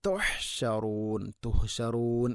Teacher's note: ഹ തൊണ്ടയുടെ മധ്യഭാഗം